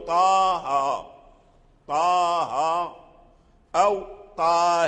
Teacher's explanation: الطا من طه، فلا تمد مدا زائدا · Term: مدا طبيعي